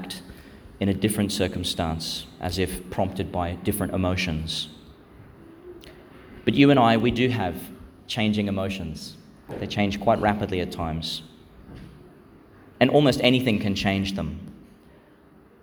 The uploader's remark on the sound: Homily for Fifth Sunday (of Year A) in Lent, 2022, delivered in Our Lady Star of the Sea, Gladstone, Qld.